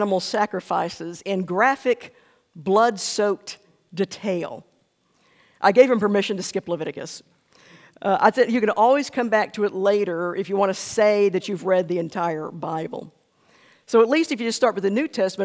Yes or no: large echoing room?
yes